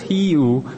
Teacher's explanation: There is no W in Korean, so it's just Hiu. It's two distinct syllables, Hiu, but no W.